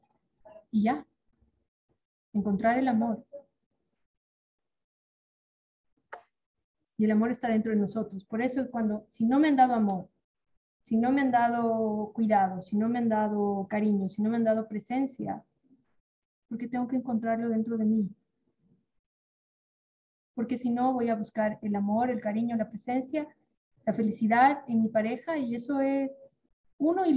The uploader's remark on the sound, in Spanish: Fue grabado en vivo, ten paciencia, se corta un poquito.